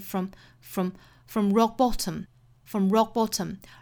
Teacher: from 做弱读，虚词做弱读哈，我们读的时候是 from rockbottom， from rockbottom， rockbottom。我们注意 rock。尾部的 k 和 bottom 打手的这个 b 的发音，这两个都是爆破辅